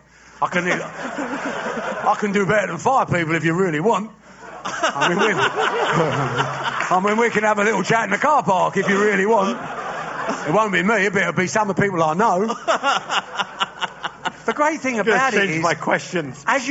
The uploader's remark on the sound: before a sold-out audience of GFOPs in New York City